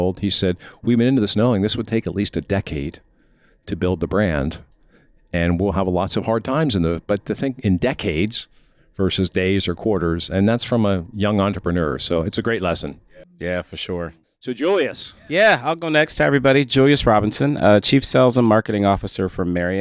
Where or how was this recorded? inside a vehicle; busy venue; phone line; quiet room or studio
busy venue